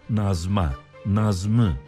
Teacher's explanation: Ünlüyle başlayan ek aldığında i sesi düşer. Nazma, nazmı biçimini alır.